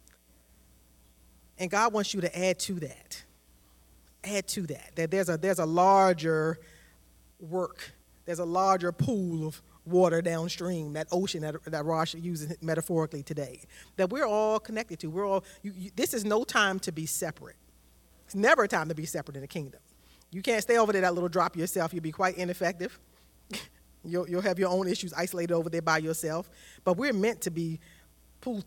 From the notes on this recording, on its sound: This sermon was recorded live on Sunday, January 15th, 2023, at Newark United Pentecostal Church.